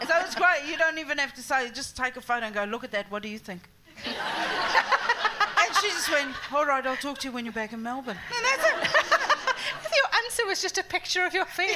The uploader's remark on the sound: Recorded at the The Stand Comedy Club, Edinburgh on August 13, 2017.